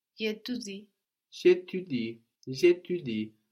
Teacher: So je and étudie blend together